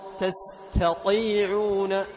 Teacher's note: تعطي التاء همسا وتعطي الطاء جهرا، تمام، فتميز بينهما